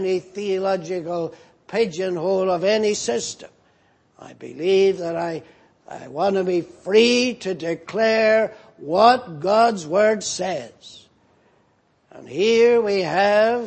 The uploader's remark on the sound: at the Lord's Day Morning service on 26th August, 2018